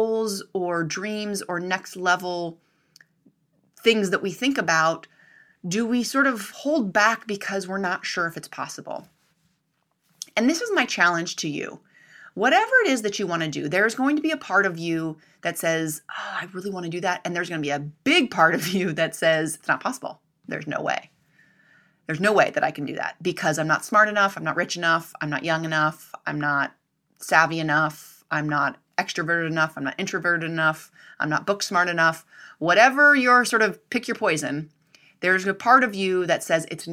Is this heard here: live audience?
no